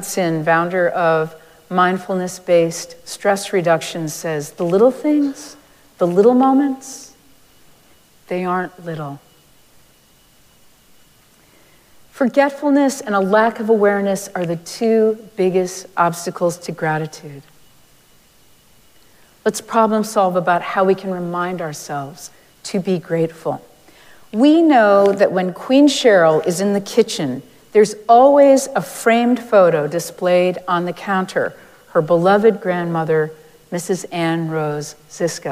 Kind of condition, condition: setting, large echoing room